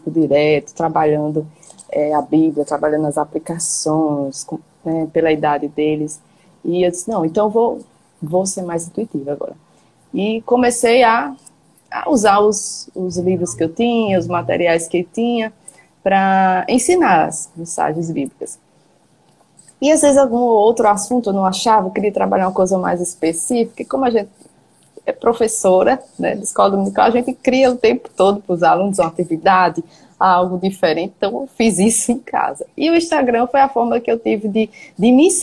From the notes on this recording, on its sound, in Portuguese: uma live no seu Instagram